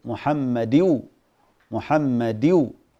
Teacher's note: صارت هنا النون مختفية تماما · Term: تدغم النون